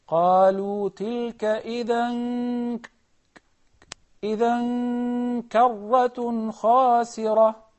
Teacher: we do not pronounce the noon. We pronounce the following letter and put the gunnah on top of it · Term: ikhfa